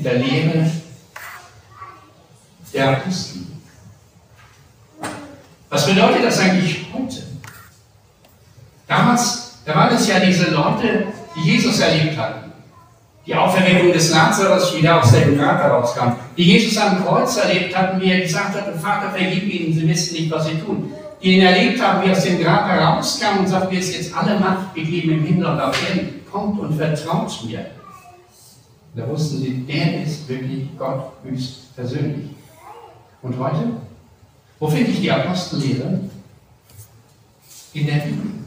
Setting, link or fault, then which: setting, large echoing room